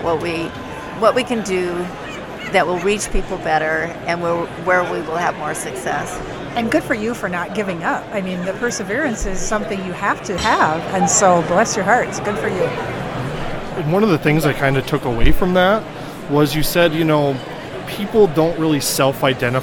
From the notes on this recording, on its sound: This podcast was recorded on the show floor of the NPGA SE show in Nashville, TN.